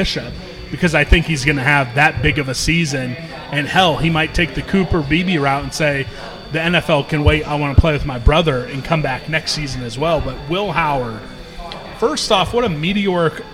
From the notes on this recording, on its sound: LIVE from Manhattan Brewing Company. The greatest brewery in the state of kansas.